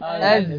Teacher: هنا أز عندما أقول أز يسمى بصوت الصفير أكذا. إذن أقول لولا الجهر الذي في الزاي لكانت سين